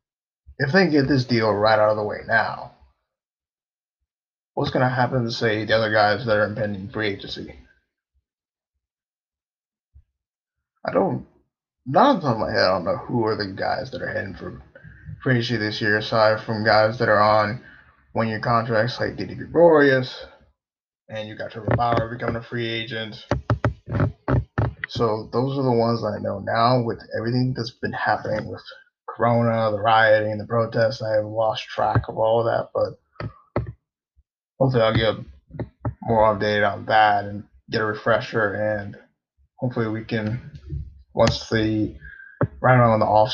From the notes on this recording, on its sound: I apologize for the audio, recorded this in a rush, and on my laptop.